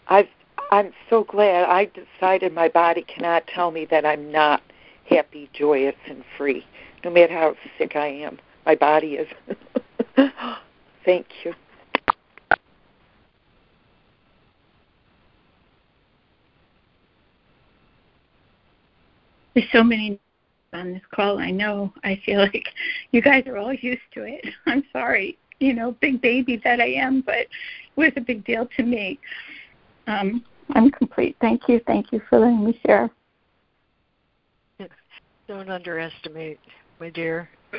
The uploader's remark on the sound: ACIM Daily Conference Call.